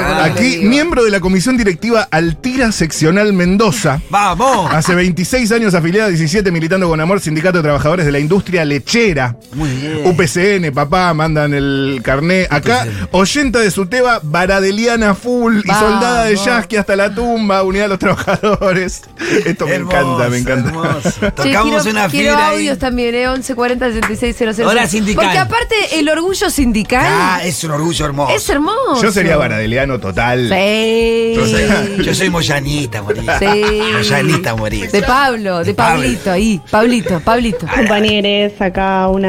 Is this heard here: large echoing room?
no